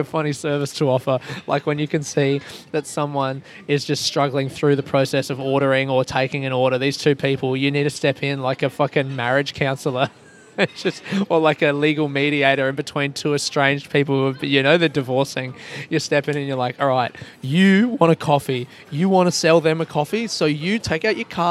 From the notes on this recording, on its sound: I recorded this episode from the Costa Coffee in the departure hall Kuala Lumpur Airport.